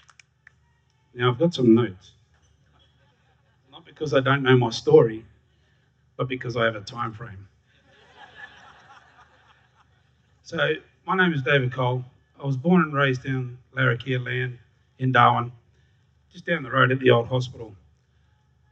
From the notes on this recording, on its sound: SPUN: True Stories Told in the Territory is a live storytelling event. Popping up at different venues across Darwin. Told at our event at Darwin Festival.